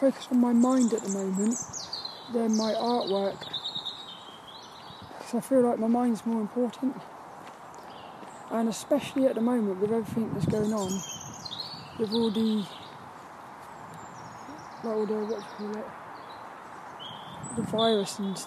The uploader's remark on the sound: This Walk and Talk episode sees me walking around the local woods of Saltrum, while talking about random topics. Hope you enjoy the atmospheric sounds on this one.